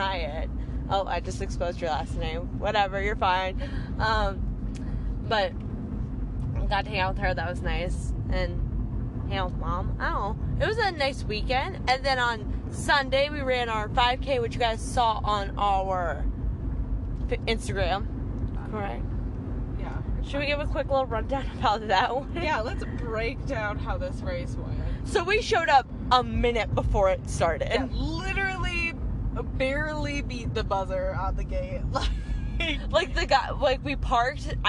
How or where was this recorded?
inside a vehicle